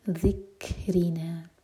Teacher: کیف پر سکون ہے تو کیف پر ہمس ہوگی، سانس جاری رکھیں گے، جھٹکا نہیں دیں گے